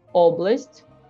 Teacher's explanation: sílaba tônica no O, oblast